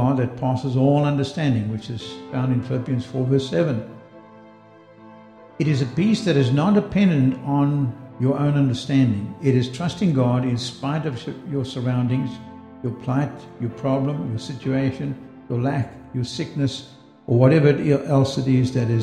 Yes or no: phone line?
no